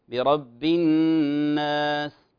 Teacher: لعلك توضح همس السين بزيادة قليلة، يعني نقول لا نبالغ به، لا نبالغ بالهمس لأنه صوت خفيف كما تعلم، ولا أيضا ماذا، ولا نختلسه كما يقال، يعني لا نخفيها.